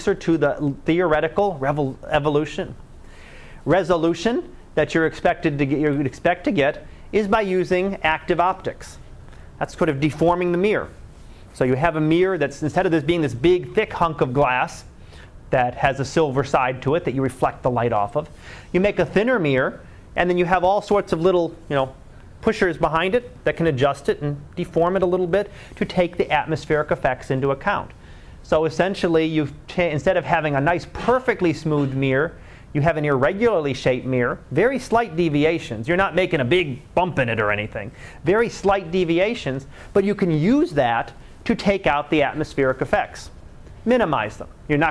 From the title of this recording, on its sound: Live Class Lecture